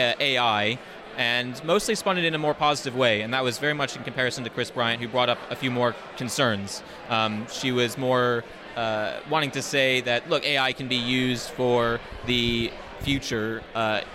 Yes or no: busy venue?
yes